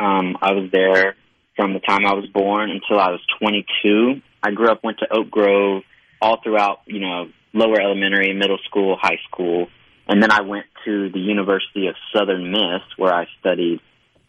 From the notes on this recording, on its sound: joins the conversation by phone